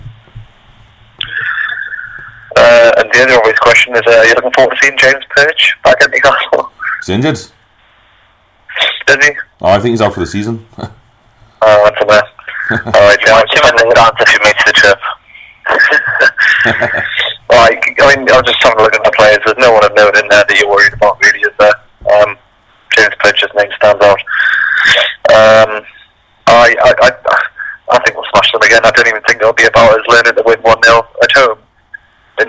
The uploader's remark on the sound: We tried to improve the sound quality but then ended up making it worse.